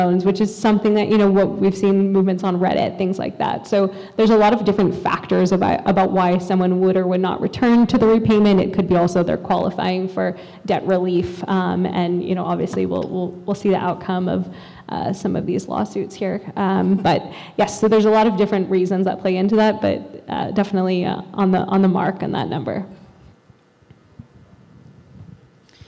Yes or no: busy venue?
yes